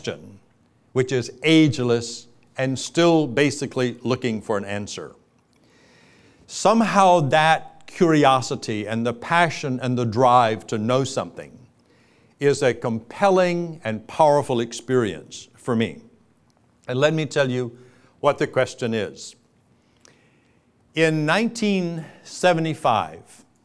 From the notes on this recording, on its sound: Keynote from the Being Ageless Conference in Fort Lauderdale, FL in 2007